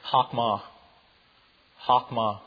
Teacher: This is a guttural sound. It's right down there in the throat.